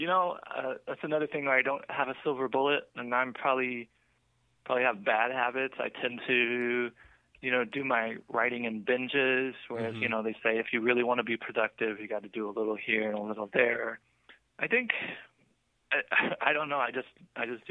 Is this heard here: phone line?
yes